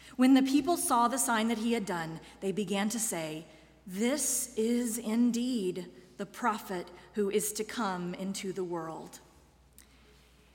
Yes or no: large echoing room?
yes